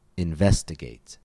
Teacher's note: Count back two syllables from the suffix A-T-E, and we find the stress on ve.